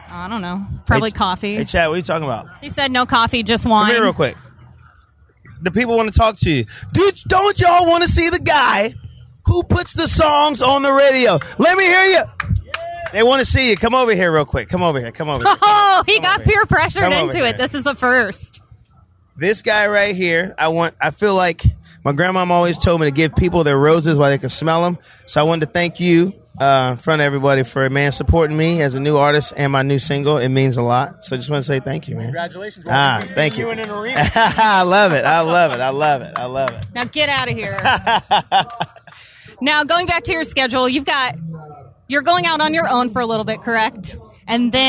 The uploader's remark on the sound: backstage at Nashville in the Neighborhood